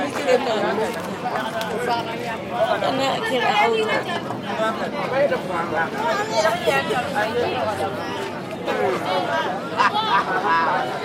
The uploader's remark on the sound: Busy market in Burkina Faso. Kambouinsse market - a small town 20 minutes' drive from Ouagadougou, recorded in the early afternoon.